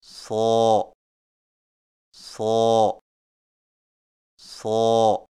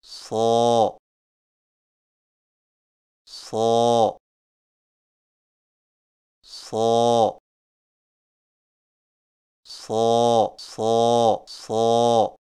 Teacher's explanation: صاد کی ادائیگی میں زبان کی نوک کو سامنے والے نیچے کے دو دانتوں کے کناروں سے مضبوطی سے لگائیں اور زبان کے پچھلے حصے کو تالو کی طرف بلند کریں · Term: موٹی آواز